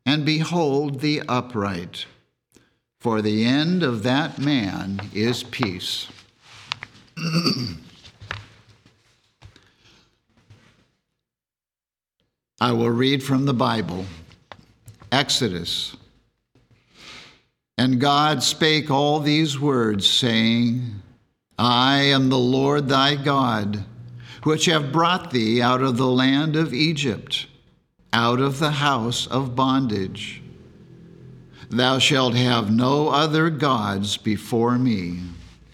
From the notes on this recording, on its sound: The Sunday service audio